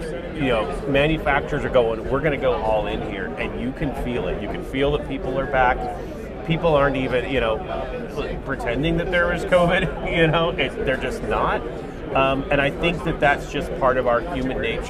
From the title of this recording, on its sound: Live From NAB 2022